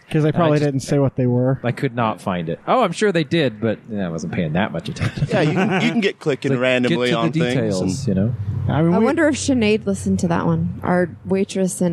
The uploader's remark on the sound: We take a break from the studio and record outside on the noisy patio.